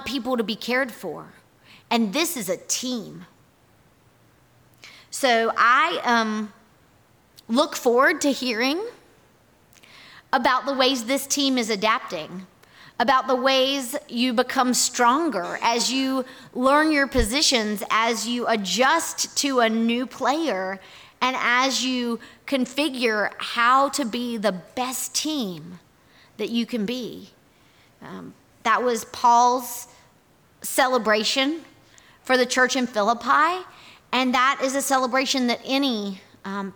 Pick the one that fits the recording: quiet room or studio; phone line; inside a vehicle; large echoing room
large echoing room